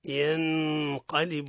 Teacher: النون عند القاف إخفاء بغنة